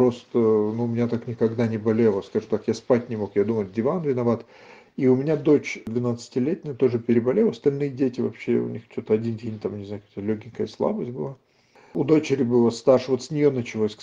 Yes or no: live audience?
no